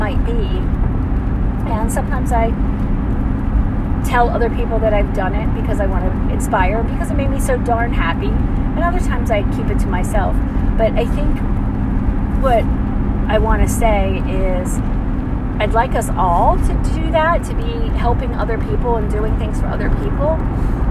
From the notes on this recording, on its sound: Road Time Rambling. Recorded in car.